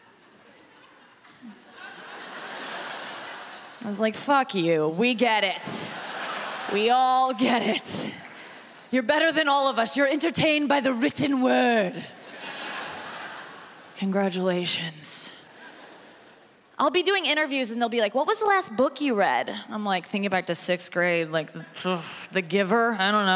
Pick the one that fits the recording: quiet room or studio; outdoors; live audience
live audience